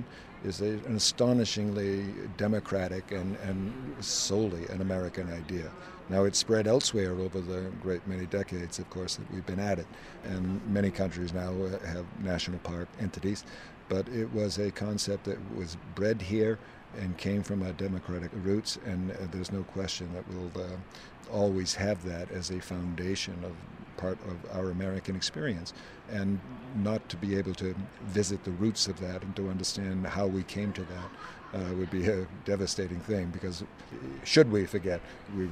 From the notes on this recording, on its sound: Yosemite Valley California. I’m walking with my recorder along a wooded path. Ahead of us is Yosemite Falls, a massive flowage of water running white and fast, churning with melted snow from the high country upstream.